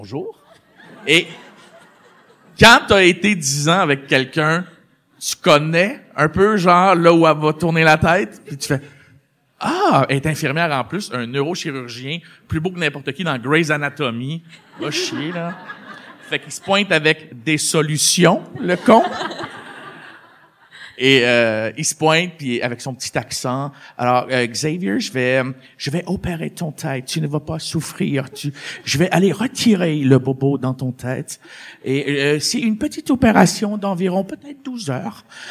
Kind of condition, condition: setting, live audience